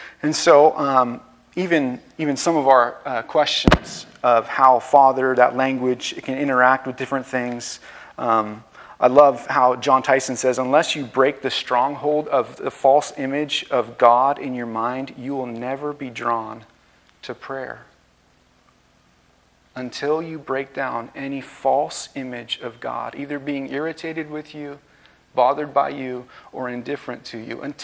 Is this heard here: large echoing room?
yes